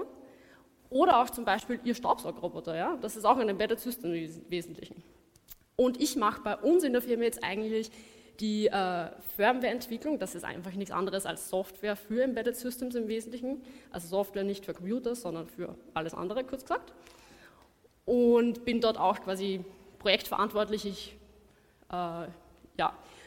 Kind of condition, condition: setting, live audience